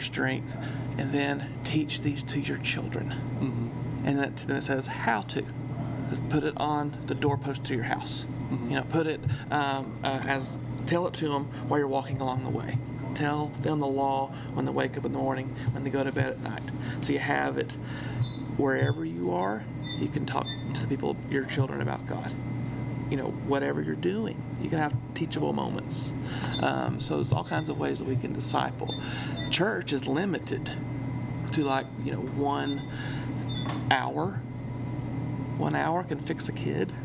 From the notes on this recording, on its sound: This is the second of two episode recorded while at church camp, so next week all of the distant humming and squeaking sounds will be gone. Despite the intrusive sound, we had a great discussion.